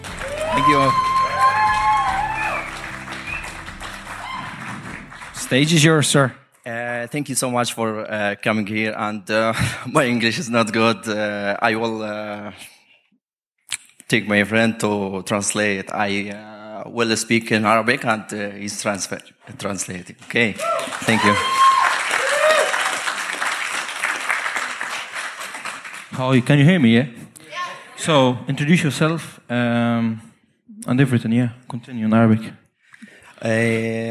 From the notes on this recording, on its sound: About halfway through the Podcasts for Palestine show. Who was in audience, wanted to say a few words. This podcast wasn't planned or rehearsed. A room of people who felt every word.